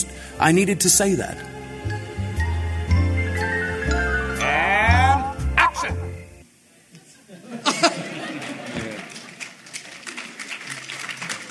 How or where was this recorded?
live audience